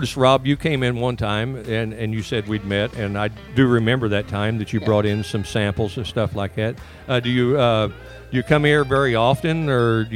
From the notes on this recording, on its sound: We are live from the one year Anniversary Event at Havisham Bourbon, Brew & Spirits!